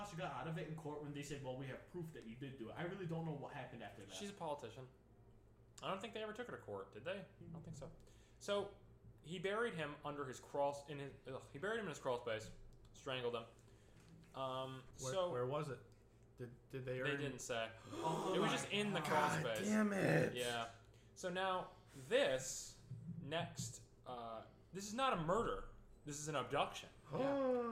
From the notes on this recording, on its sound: The audio in this episode is a little quiet to help an issue with background noise